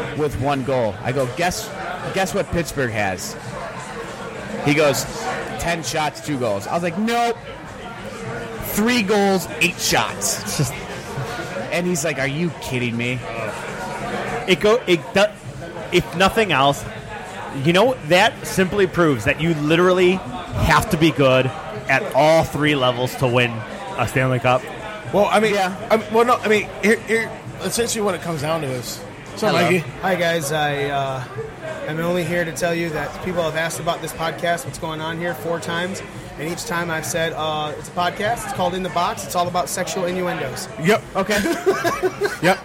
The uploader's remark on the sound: In The Box 06-03-2017 Live from Old Shillelagh.